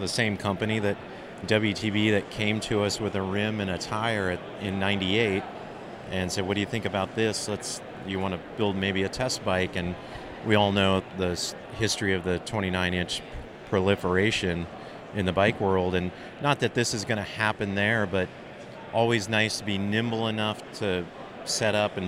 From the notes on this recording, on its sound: Made Handmade Bike Show. Here at the Maid show.